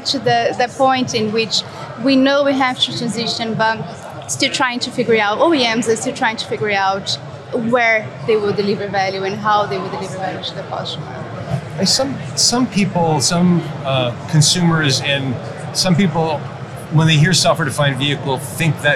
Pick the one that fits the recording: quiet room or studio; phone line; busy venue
busy venue